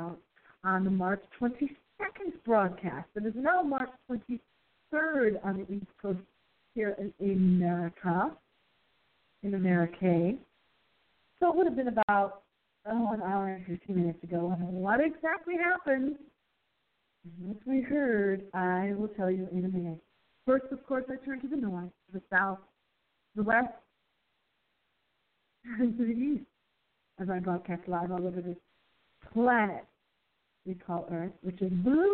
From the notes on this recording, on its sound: we do a test show to test our phone audio quality